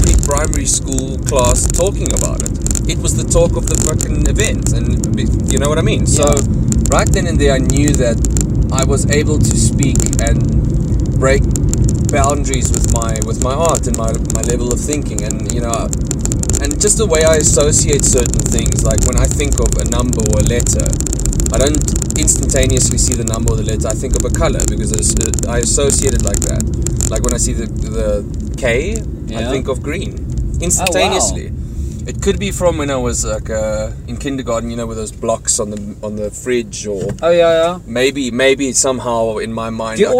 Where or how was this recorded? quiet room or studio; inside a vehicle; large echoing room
inside a vehicle